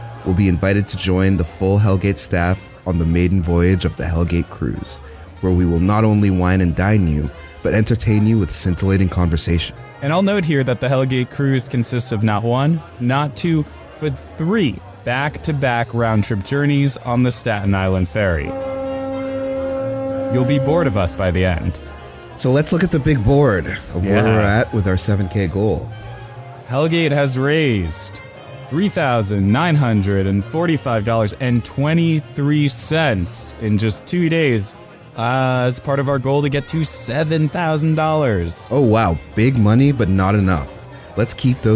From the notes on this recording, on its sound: Of course we hosted an extremely real and cool birthday party which we obviously recorded for our weekly podcast.